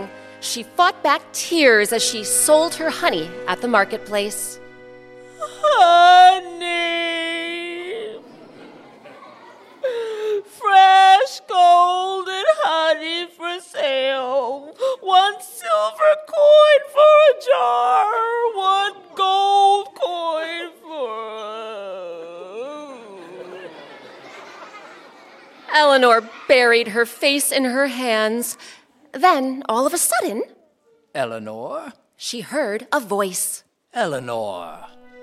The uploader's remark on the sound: The Pot of Gold - live at Round House Theatre. Recorded live at Round House Theatre in Bethesda, MD.